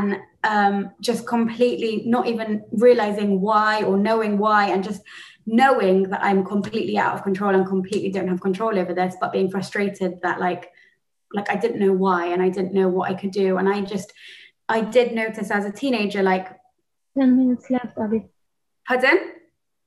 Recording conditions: video call